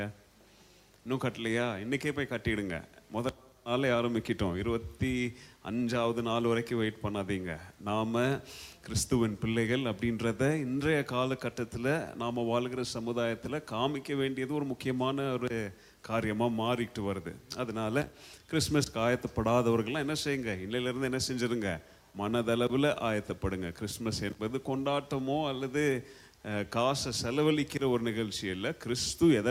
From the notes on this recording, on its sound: Preached at Zeal Gospel Church, Bangalore during 26th day of Annual Fasting Prayer.